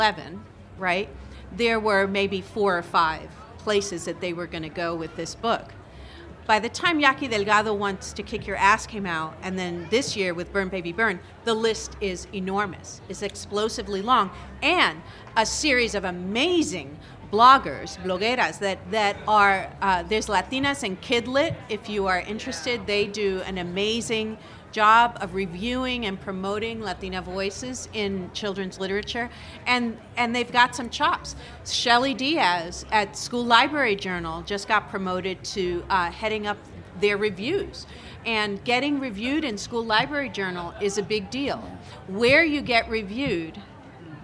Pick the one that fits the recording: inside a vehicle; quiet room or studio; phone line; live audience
live audience